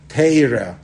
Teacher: He used to pronounce the Cholim like a Tseire